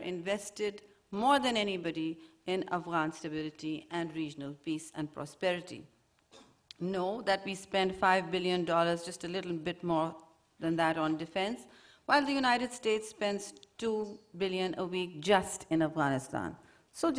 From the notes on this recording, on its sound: Questions from the audience